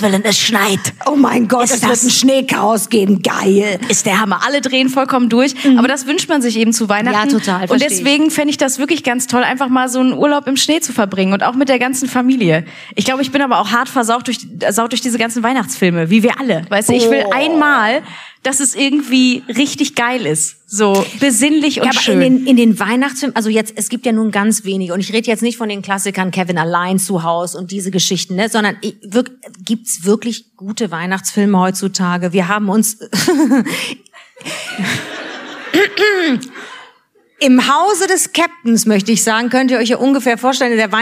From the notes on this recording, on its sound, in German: Live aufgenommen kurz vorm großen Fest in Köln - mit Publikum, Video und literweise Nuts & Nougat!